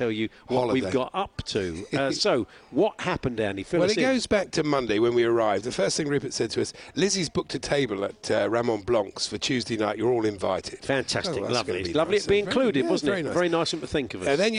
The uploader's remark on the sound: live again from Cheltenham racecourse for the second day of the Cheltenham Festival!